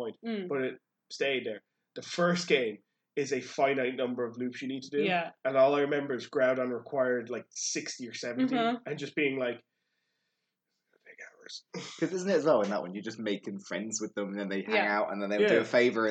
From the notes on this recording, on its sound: Disclaimer due to issues with the audio this one isn't the best!